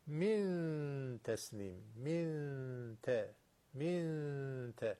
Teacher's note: نون ساکن به حرف تا رسیده، چی میشه؟ اخفا · اخفاش هم چون حرف ت جز حروف مابقی هست و اینجا اومده و تا ترقیق میشه، اخفا نون هم در نزد حرف تا ترقیق و نازک و کم حجمه